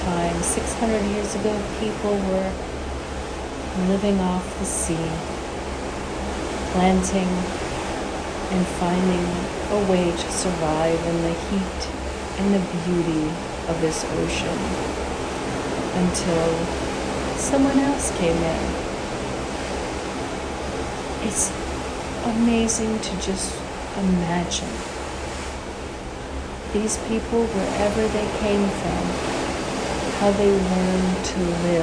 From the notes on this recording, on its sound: On Location Walk and Talk. Caribbean Mindfulness Tour: Oranjestad, Aruba.